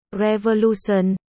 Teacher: Từ từ này suy ra, tất cả những từ có đuôi, tion, trọng âm rơi vào âm tiết ngay trước nó. Ví dụ, revolution, thì trọng âm rơi vào, lu